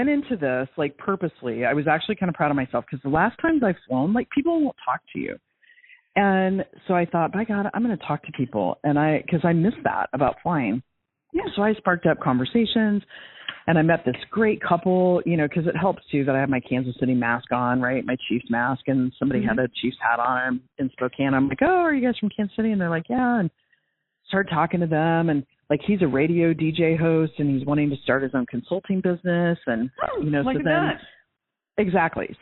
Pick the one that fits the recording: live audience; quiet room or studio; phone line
phone line